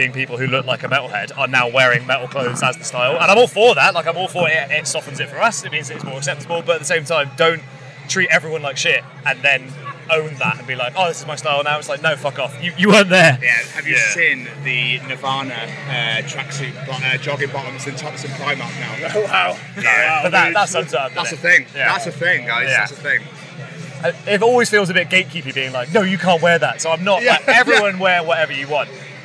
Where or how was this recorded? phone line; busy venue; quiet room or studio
busy venue